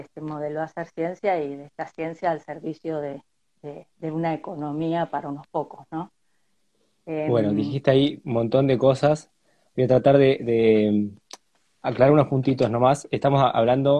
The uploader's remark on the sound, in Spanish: Audio de la charla en vivo por Instagram